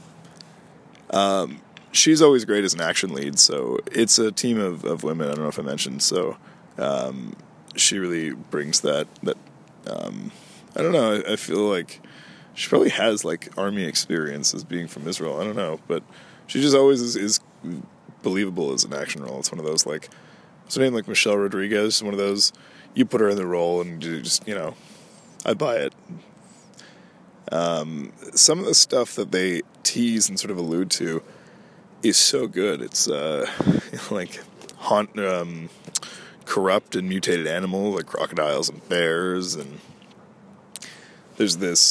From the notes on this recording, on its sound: Out in the cold. Today I took things to nature to do another outdoor recording, so apologies for any noises/audio quality because of that. I can definitely see why relaxing in a park is more enjoyable in the breezy Summer weather than the frozen winds of Winter.